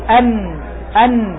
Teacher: اذا مخرج النون هو طرف اللسان مع ما يليه من الحنك الاعلى. تقول ان فانت تضع طرف اللسان على لثة الاسنان العليا